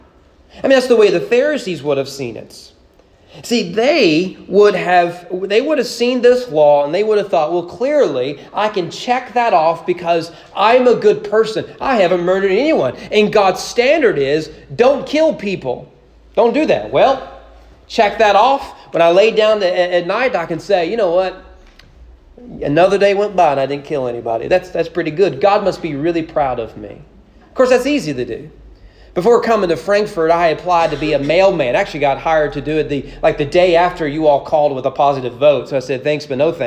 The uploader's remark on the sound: Sermon preached at East Frankfort Baptist Church. During morning worship.